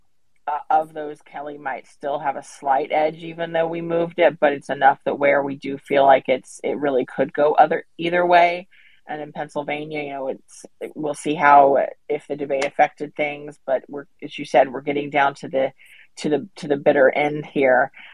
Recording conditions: video call